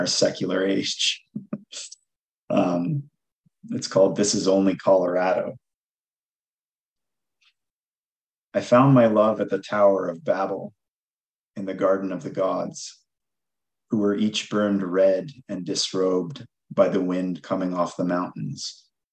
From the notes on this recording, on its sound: The event was rained out but the writers were kind enough to jump on a Zoom to be recorded and shared with you now.